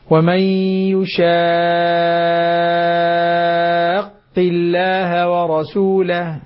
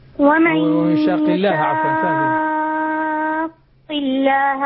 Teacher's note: أرجو أن تمد المد اللازم ست حركات